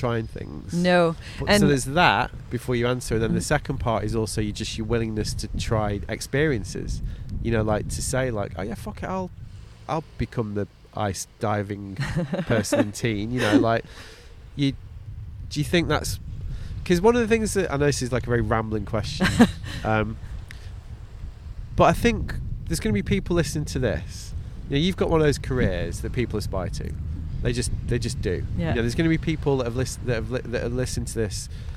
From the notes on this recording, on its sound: We recorded this one on Brighton beach in mid May